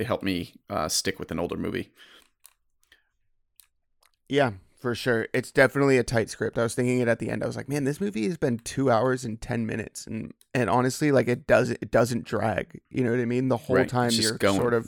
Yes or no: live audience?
no